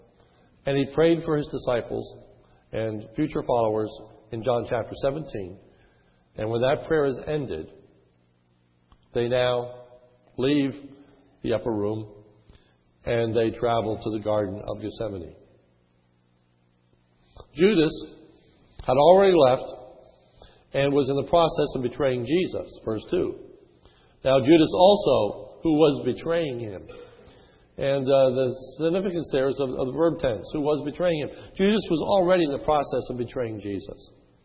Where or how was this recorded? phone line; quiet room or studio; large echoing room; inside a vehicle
large echoing room